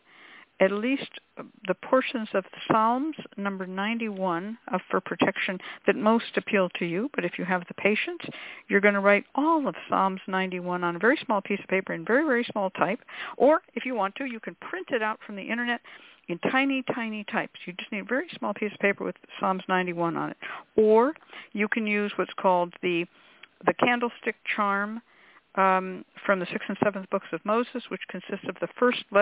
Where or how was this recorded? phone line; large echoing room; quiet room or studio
phone line